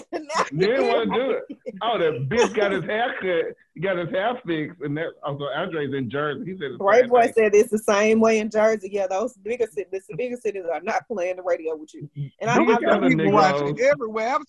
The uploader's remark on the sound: it's our first Zoom Podcast